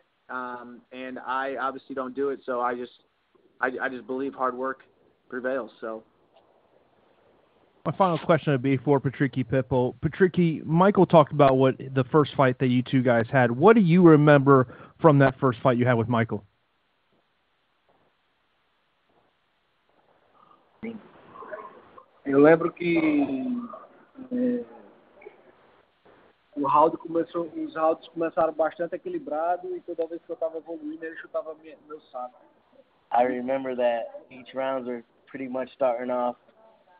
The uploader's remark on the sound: Bellator MMA conducted a media conference call with it's roster.